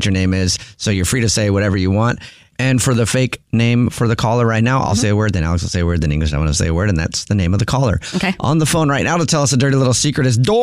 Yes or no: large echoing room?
no